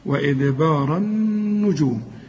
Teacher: شوف النون بتاعت النجوم مشددة لازم تغن